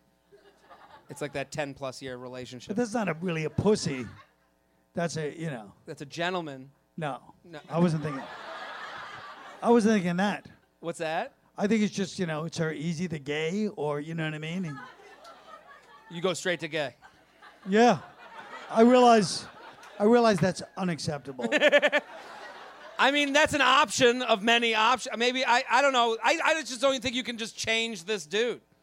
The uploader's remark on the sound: LIVE From The Village Underground